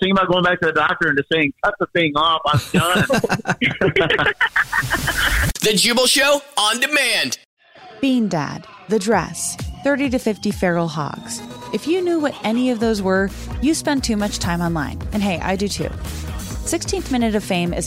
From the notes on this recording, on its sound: a friend or family member to wake up with The Jubal Show, phone prank style